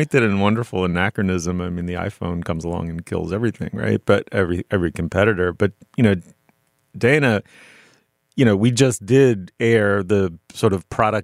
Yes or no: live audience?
no